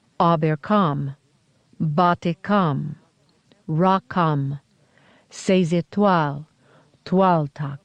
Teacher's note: Names formed with the name of the deities, Kamye, Kam, and Twal, tend to keep a stress on that element